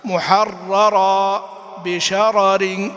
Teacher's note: ألا يبادر اللسان إلى الإدغام وتظهر الراءان